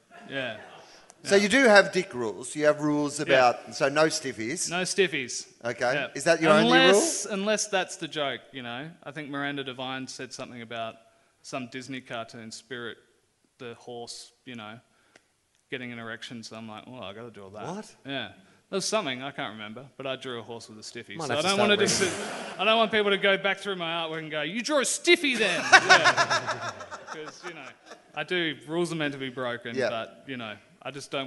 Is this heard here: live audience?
yes